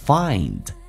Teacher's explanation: 双元音 I 再饱满一点，加个鼻音